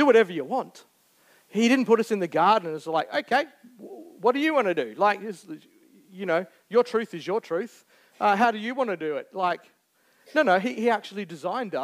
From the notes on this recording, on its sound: Recorded Live on 21st May 2023. Geraldton Baptist Church.